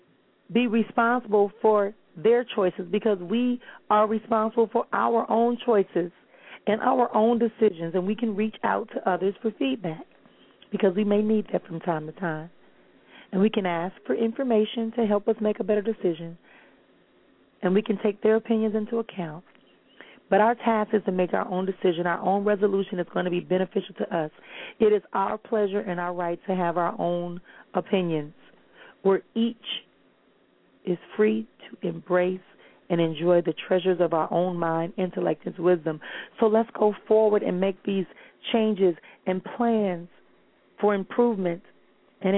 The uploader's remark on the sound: callers may call in with questions